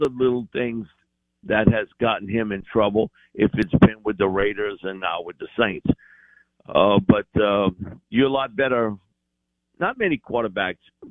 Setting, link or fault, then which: link, phone line